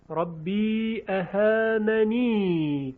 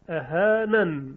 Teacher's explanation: همچنین اهانن، ربی اهاننی، کلا اهاننی در وصل با یا میخونیم، اما در وقف اهانن به سکون نون و بدون یا